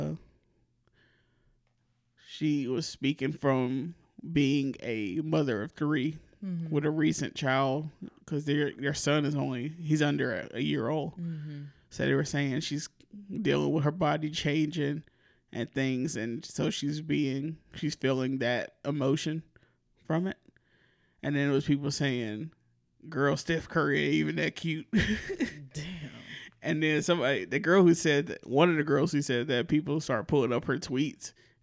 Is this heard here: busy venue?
no